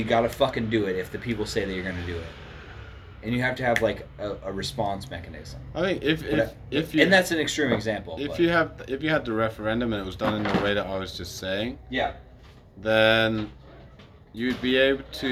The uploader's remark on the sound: A Couple Boys Stop by the Studio. It was recorded spur of the moment so the audio isn’t optimal.